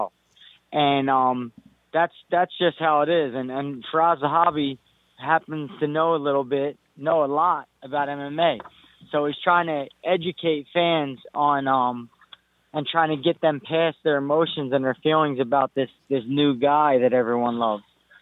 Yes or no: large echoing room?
no